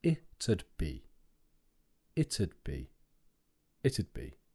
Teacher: The word would almost completely disappears.